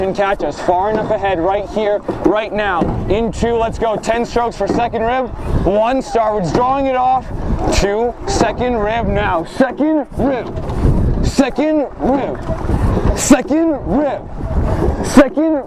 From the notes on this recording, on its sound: Rowing Coxswain Recording 4+ National Final. Lightweight 4+ Recording.